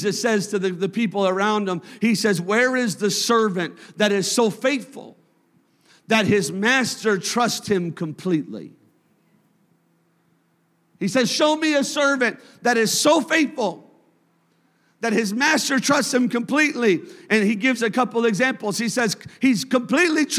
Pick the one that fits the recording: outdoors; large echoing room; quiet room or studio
large echoing room